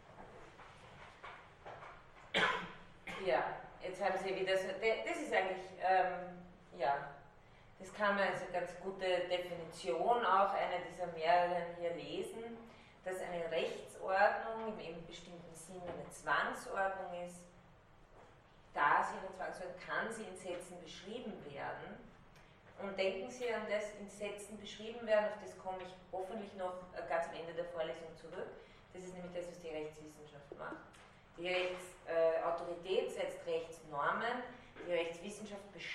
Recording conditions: large echoing room